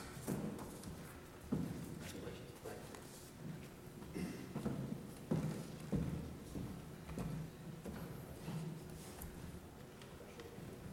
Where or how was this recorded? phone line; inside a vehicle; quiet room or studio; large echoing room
large echoing room